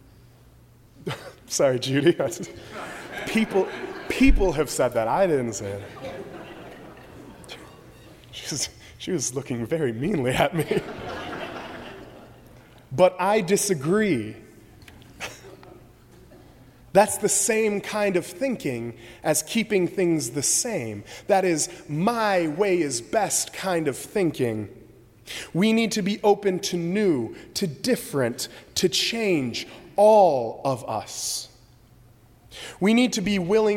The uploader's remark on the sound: during the 11:00 AM service on Sunday June 4, 2017, at First Presbyterian Church of Arlington Heights, Illinois.